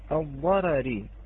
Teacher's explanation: كلمة الضرري الراء الثانية مكسورة ومرققة لدى الجميع، الراء الأولى مفتوحة، وعلى حسب القاعدة التي معنا فهي مفخمة الأولى، ليس كذلك؟